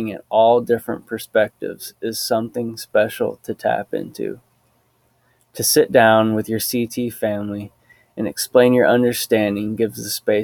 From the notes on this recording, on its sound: Deep in the heart of the Midwest, there’s something called God’s country, and it leaves a lasting impression on you. The breeze through the trees and all the birds from the state there on location to sing just for us, the setting was perfect for an uplifting event such as this. New knowledge was shared and lessons were learned at the ranch.